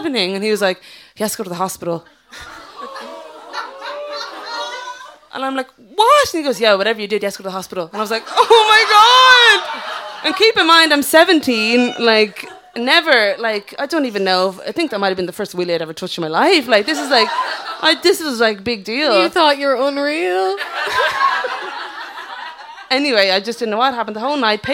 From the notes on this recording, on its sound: We reveal some of our most mortifying teenage stories in front of a sold-out crowd of sounders. Live at The Fourth Corner in Dublin 8.